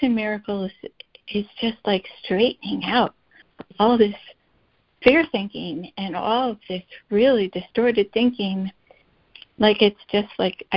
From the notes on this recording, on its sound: ACIM Daily Conference Call.